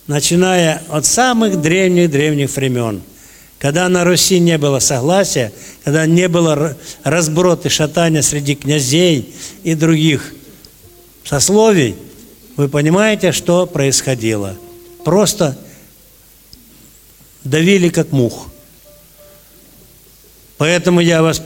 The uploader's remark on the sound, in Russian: Аудиозапись закрытия Всероссийского образовательного реабилитационного форума ВОС «Крымская осень-2016». На торжественной церемонии закрытия фестиваля прозвучало много добрых и тёплых слов, были исполнены великолепные музыкальные номера. Предлагаем вашему вниманию аудиозапись этого концерта.